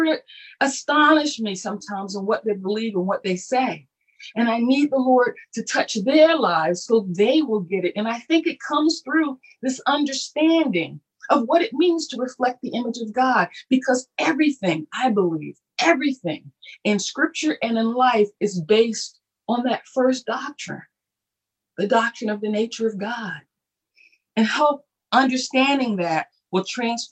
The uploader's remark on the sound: Our Zoom streamed Sunday Service!